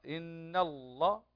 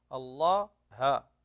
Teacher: التفخيم يكون في اللام فقط التي في لفظ الجلالة إذا سبقت بفتح أو بفتوح، لكن الهاء مرققة.